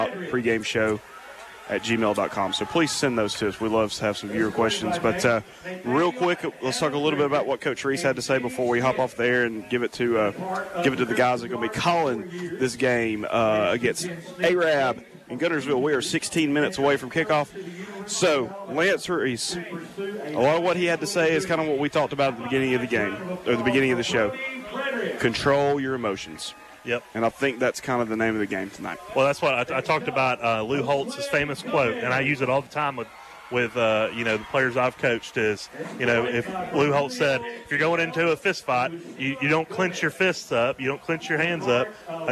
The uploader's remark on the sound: A live edition from Chorba-Lee Stadium